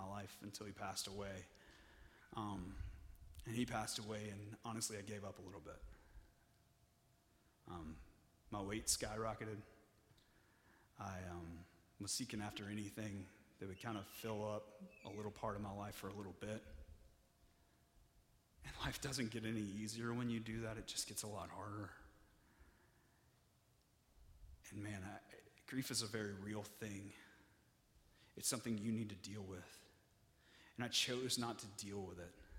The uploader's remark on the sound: (Message Audio Only) During our Nexus service